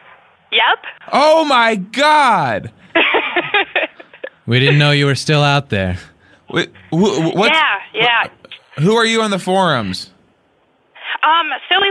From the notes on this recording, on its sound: Call-in episode. Listeners call.